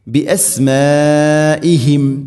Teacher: മദ് മുത്തസിൽ, ഇവിടെ നാലോ അഞ്ചോ ഹർക്കത്ത് വരെ നിർബന്ധമായിട്ട് നീട്ടണം